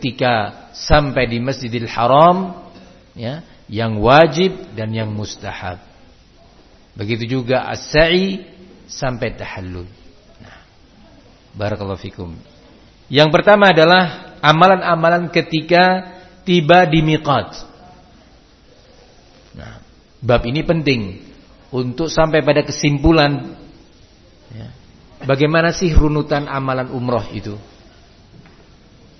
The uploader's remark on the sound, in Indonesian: di Masjid Ma’had as-Salafy Jember